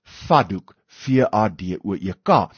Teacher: later het daai T in daai D geassimileer en vandag praat ons dus van 'n vaddoek, Faddoek.